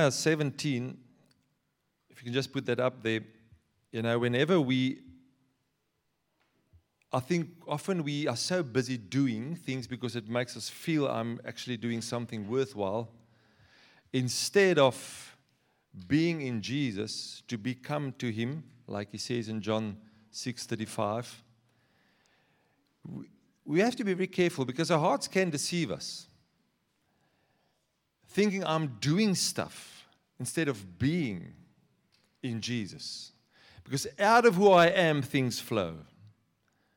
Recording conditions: large echoing room